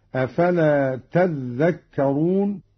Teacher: قرأ قالون بتشديد الذال هكذا: أفلا تذكرون، والأصل تتذكرون، أدغمت التاء في الذال